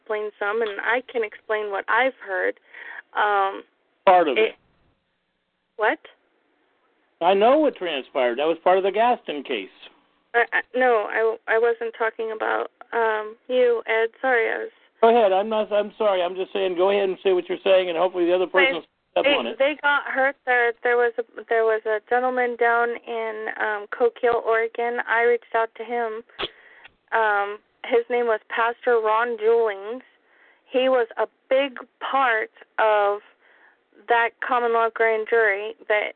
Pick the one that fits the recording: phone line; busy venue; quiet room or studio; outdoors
phone line